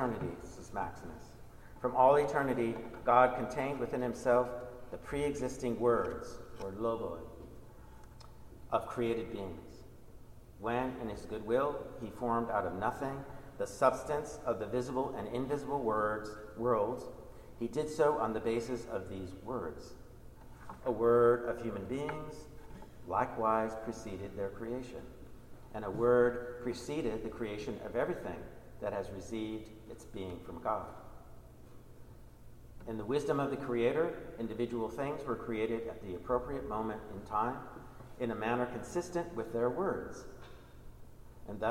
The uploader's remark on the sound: Recording of a lecture delivered on June 20, 2018. As part of the Graduate Institute Summer Lecture Series.